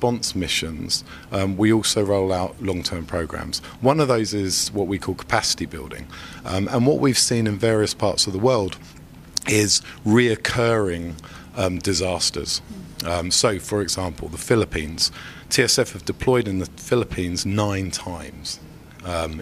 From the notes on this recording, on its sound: live from Telecom Exchange LA